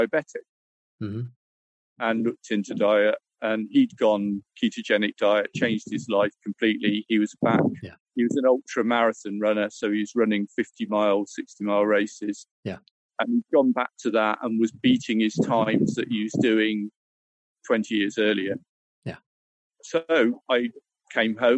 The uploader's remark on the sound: Was out a path near the ocean so there is some wind noise, especially near the end of the discussion.